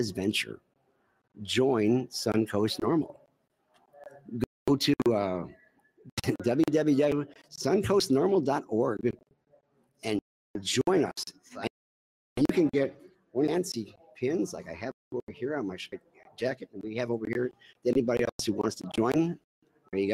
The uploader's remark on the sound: NORML Lobby Days Florida Capitol. WE ARE LIVE FROM THE CAPITOL!